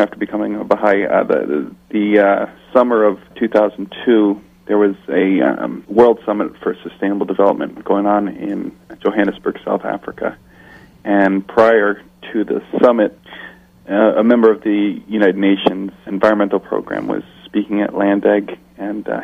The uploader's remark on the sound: In this second telephone interview.